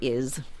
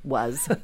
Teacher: that Z sound, that voice sibilant